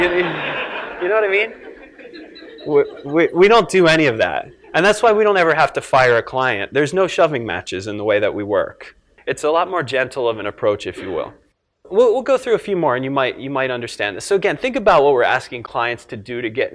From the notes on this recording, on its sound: filmed live at the 2011 Perform Better Summit in Long Beach, California